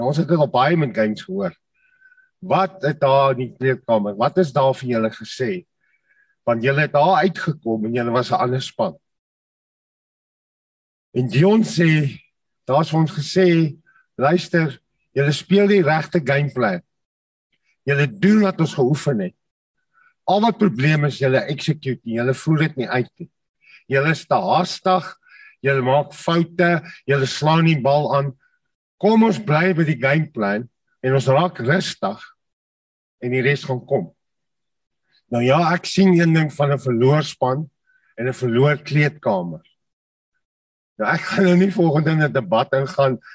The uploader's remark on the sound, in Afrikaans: Zoom Byeenkoms 28 Junie 2022. Manne van die Woord Zoom Byeenkoms.